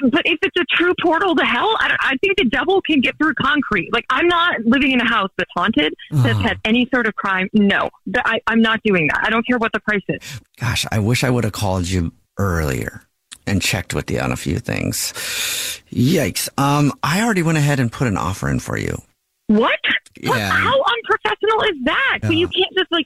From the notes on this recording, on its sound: phone prank style